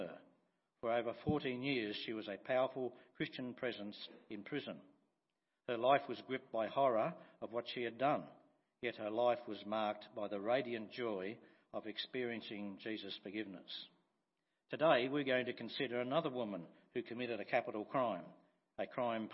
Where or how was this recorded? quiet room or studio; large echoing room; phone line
large echoing room